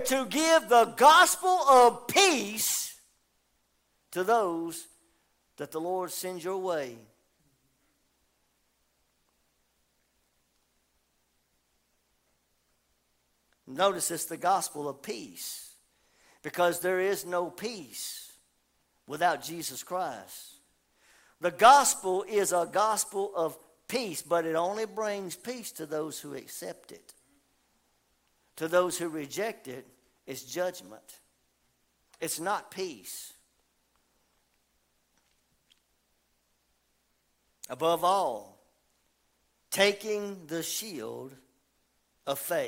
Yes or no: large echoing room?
yes